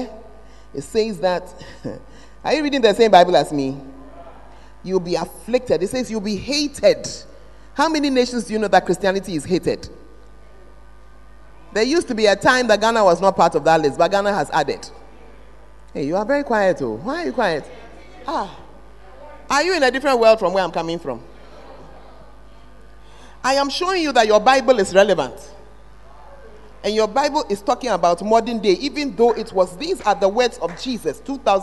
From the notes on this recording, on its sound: Preached at the Word Alive Service